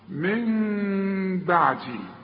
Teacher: يبقى هنا في ثلاث احكام، العلماء بيقولوا اقلاب هنقلب النون الى ميم، ونخفيها بالشفايف اخفاء مع الغنة، واسمع نطقها من بعدي، ما اقولش من بعدي واقولها نون، ولا اقولها ميم خالصة واقول من بعدي، يحصل انفراد في الشفايف.